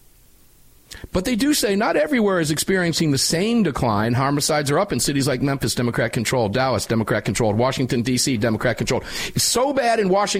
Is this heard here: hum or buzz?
no